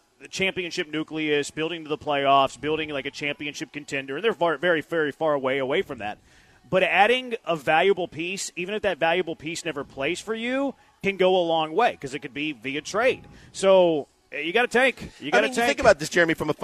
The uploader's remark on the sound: live from The Decoy